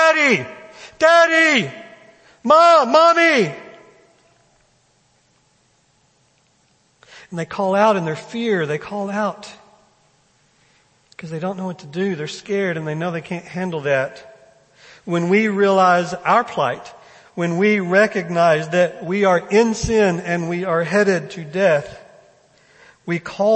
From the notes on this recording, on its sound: First Baptist Belton Sunday morning sermon.